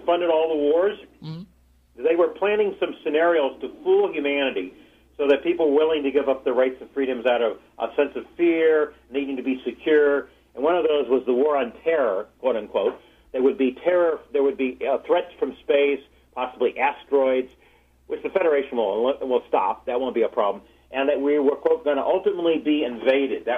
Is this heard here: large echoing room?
no